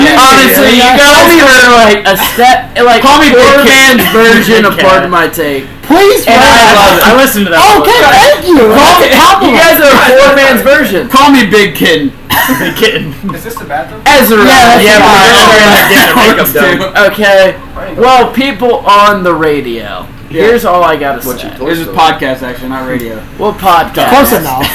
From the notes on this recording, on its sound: In this episode we really dive into the bar room talk with a lot of background noise coming from others in the room. Sorry about the background noise. We were not using mics or sound blockers because I got drunk and did not realize the mic was not plugged in until after.